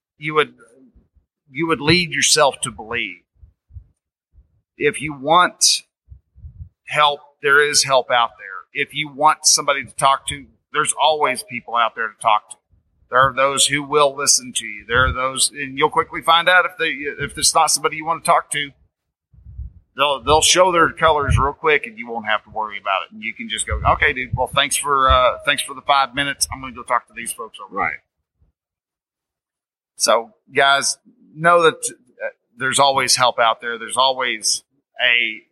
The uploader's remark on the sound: Live From Mission Critical. Now the sound quality isn't the same level that I am used to cranking out but that is part of the fun of trying new things out.